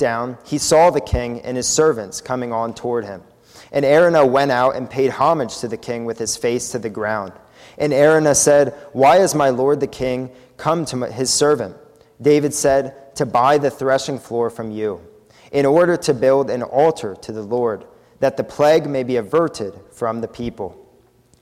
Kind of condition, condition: setting, large echoing room